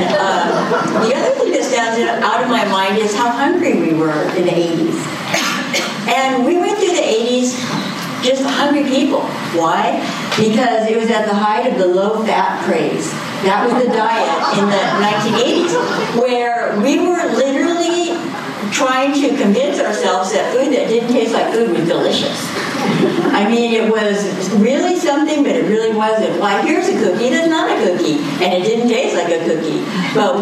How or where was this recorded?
large echoing room